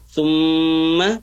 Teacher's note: kemudian mimnya gunnah, ditahan dua harokat